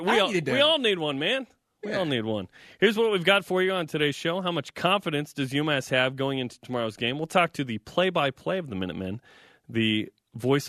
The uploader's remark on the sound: join us over the phone